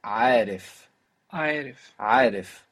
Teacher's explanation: in the word arif, it's actually easier to pronounce because we have that long a which sounds a bit like e after it and it makes it much smoother